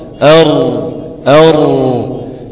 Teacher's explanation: في حال التفخيم الراء اقصى اللسان يستعلي كما كان يستعلي في الحروف خصدات قلص بيستعلي في حرف الراء